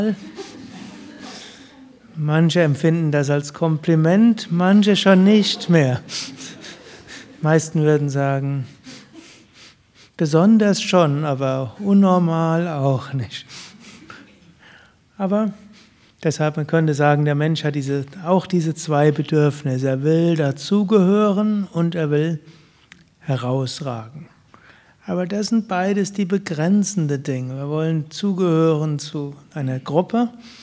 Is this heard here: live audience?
yes